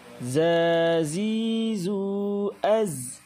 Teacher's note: Huruf za keluar dari ujung lidah pada posisi dua gigi seri bawah, lalu suara keluar melalui celah di antara dua gigi seri atas dan bawah. Zazizu az. Sasisu as.